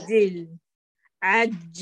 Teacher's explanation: يلا جيبي الشدة، اقطعي الصوت في الجيم الأولى، عجل فيها شدة، عجل عجل ينقطع الصوت.